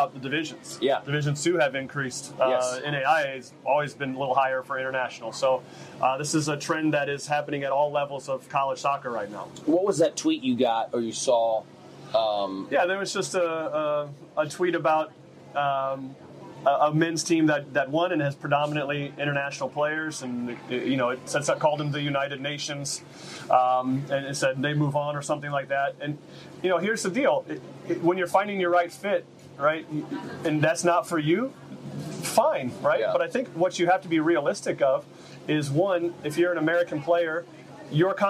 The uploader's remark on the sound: Live from the International Rush Cup at the Rush Select Boarding Academy